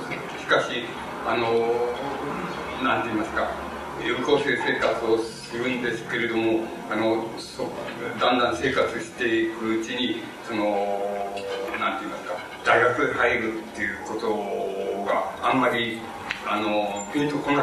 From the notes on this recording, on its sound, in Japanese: 場所：国学院大学常磐松2号館2階中講堂。昭和文学会の春季大会として 行なわれた講演。客席録音のためノイズが入るが 比較的クリアに収録されている。